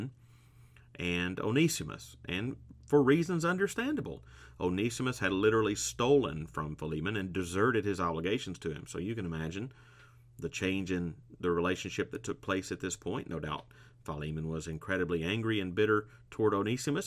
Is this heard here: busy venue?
no